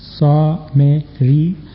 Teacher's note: There's an accent on the A and the last I to make them long vowels.